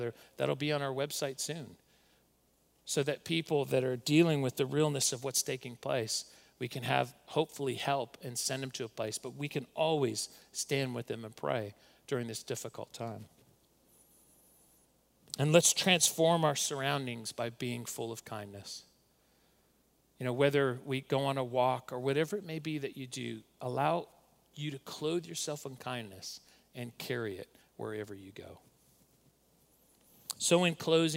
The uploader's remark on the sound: Recorded at Northlands Church on April 5, 2020.